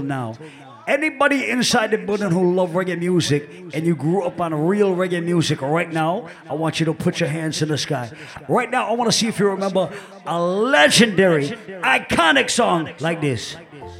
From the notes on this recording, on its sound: Live audio recording from island saturdays on Sept 23.